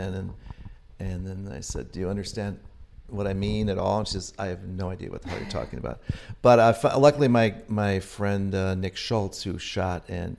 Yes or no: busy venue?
yes